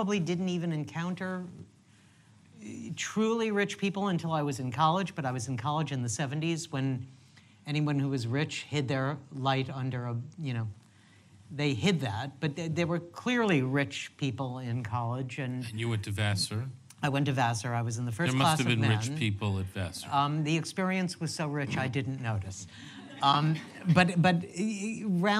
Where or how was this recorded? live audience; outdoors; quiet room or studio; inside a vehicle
live audience